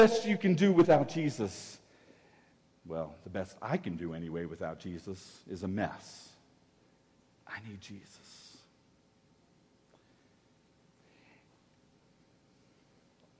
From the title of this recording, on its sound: Woodland Life Church Live